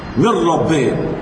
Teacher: ده إدغام بغير غنة كامل، مفيش غنة خالص